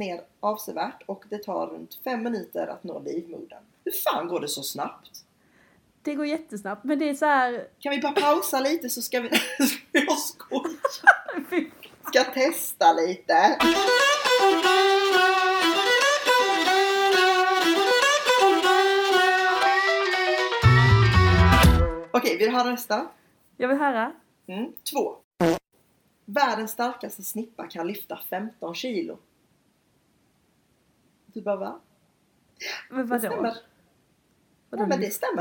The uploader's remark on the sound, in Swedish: Ett flummigt pilotavsnitt med den fattigaste ljudutrustningen man kan hitta.